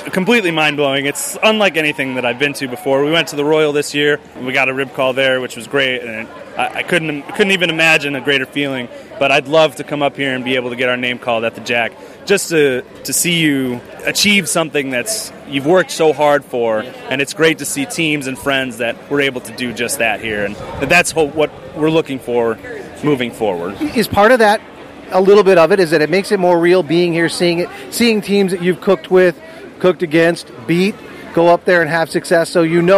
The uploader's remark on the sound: Live from The Jack Daniel&#8217;s World Championship Invitational. Live from The Jack Daniel’s World Championship Invitational.